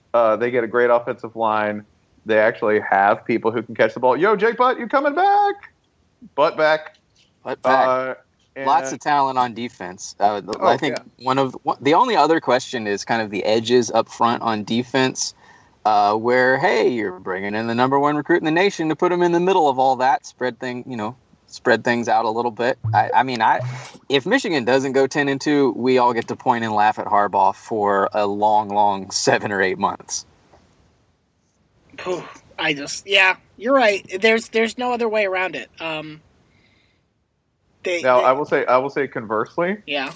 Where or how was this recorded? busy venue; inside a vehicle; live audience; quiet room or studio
inside a vehicle